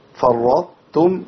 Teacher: اللي بيحصل إن أنا بآتي بتاء مشددة أولها تاء مفخمة